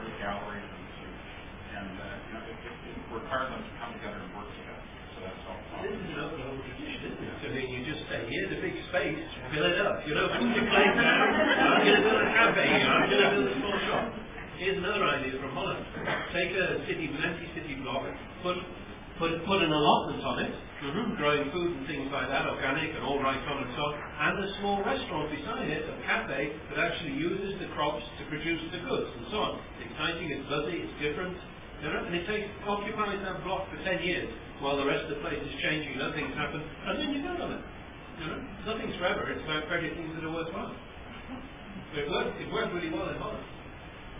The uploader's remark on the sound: This is an audio recording of the breakout session. At the 2010 World Creativity Forum in Oklahoma City, Oklahoma.